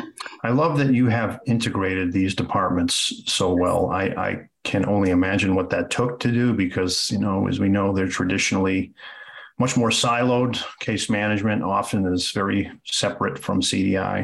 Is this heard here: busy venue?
no